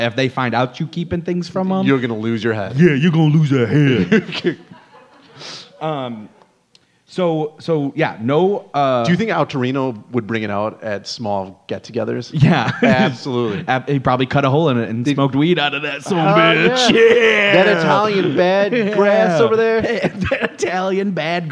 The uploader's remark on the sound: LIVE from the Ant Hall! Recorded LIVE at the Planet Ant Podcasts official launch party.